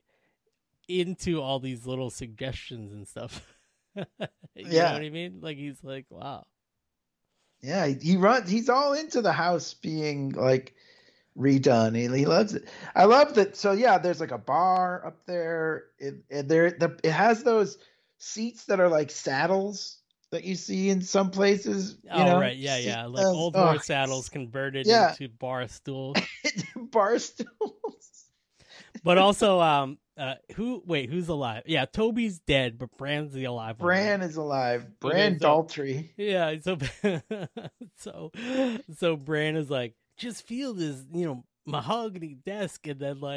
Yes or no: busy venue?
no